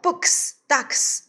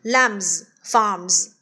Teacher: 清辅音的后面发 s，而浊辅音的后面发 z 啊